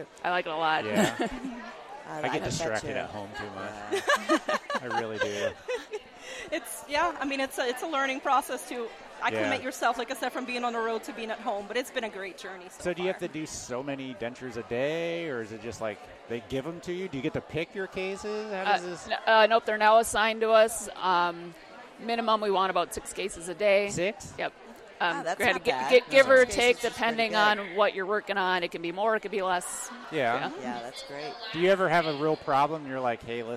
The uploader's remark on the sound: A collection of "Speed Recordings" we got during the "Speed Dating" at the Ladies of the Mill Summit. This week we bring you a collection of "Speed Recordings" we got during the "Speed Dating" at the Ladies of the Mill Summit .